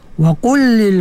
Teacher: Lam tu disatukan ya. Dibunyi satu saja. Iaitu pada lam yang kedua tu. · Term: idgham mutamatsilain